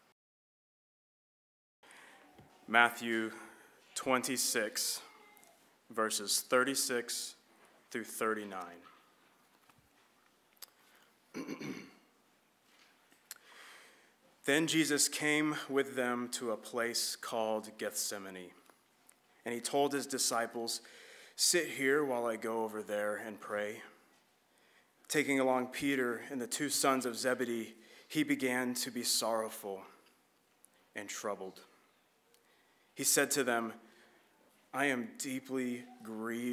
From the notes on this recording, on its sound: This was an edited recording of LBC's Good Friday service